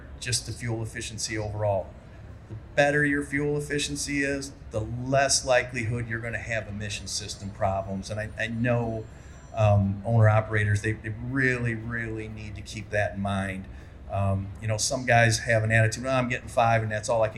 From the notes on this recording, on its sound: a panel discussion held at the Mid-America Trucking Show last month